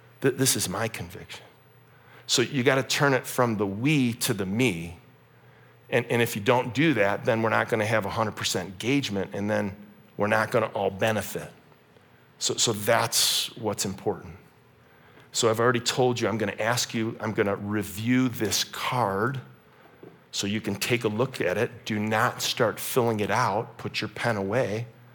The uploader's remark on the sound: This message was originally preached at Highpoint Church.